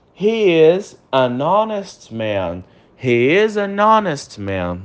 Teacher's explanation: a palavra honest começa com H. E o H, nesse caso, ele fica neutro.